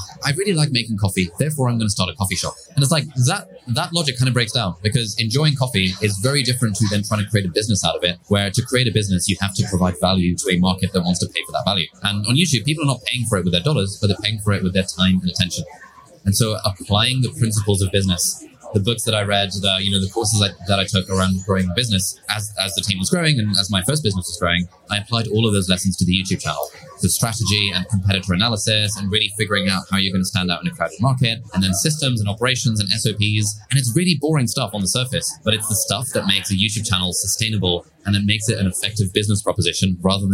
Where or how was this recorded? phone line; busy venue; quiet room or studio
busy venue